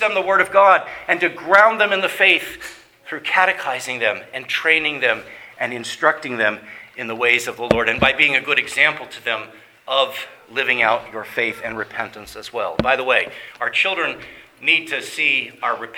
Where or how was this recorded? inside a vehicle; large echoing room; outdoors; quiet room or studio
large echoing room